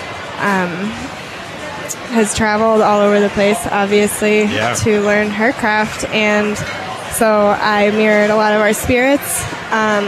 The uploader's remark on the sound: We're live from inside the kitchen from the Bindery to promote their "Chefs Table" option for dining in this hot new Denver restaurant!